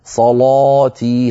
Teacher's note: أن تفخم اللام أكثر لأن ورشا يفخم هذه اللام، صلاتي هكذا، صلاتي وليس صلاتي يعني نصف تفخيم، صلاة كأنك تقولين من الله نفس الصوت.